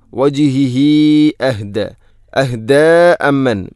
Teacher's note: അല വജിഹിഹി അഹ്ദ, ഹ ഉള്ളമീറിന് ശേഷം ഹംസ വന്നാൽ മദ് മുൻഫസ്സിൽ പോലെ നീട്ടണം, നാലോ അഞ്ചോ ഹർക്കത്തിന് തുല്യമായിട്ട്. സുലത്തു തൊവീല, അപ്പോൾ വജിഹിഹി അഹ്ദ അഹ്ദ അമ്മൻ.